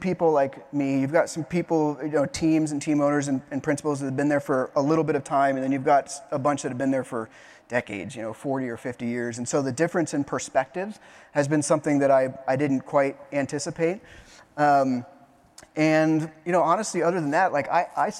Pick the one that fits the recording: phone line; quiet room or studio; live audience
live audience